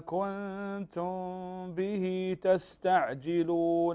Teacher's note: إخفاء ميم ساكنة وبعدها الباء والباء من حروف الإخفاء الشفوي